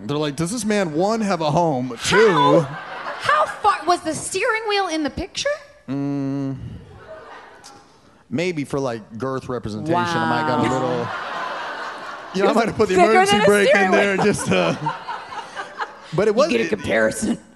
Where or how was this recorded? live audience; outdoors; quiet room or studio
live audience